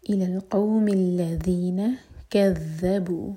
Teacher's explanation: ذال پر یاد رکھیں کہ ہم نے اپنی زبان کو اوپر والے دانتوں کو ٹچ کرنا ہے اور تھوڑی سی ٹپ باہر رہے گی